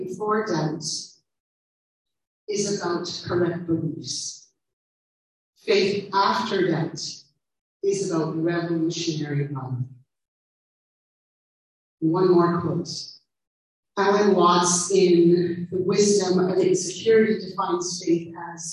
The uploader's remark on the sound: We do apologize for the poor sound quality on this one - we are working the little sound gremlins out.